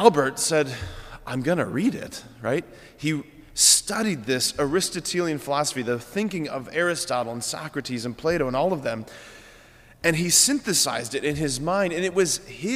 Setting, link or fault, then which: setting, large echoing room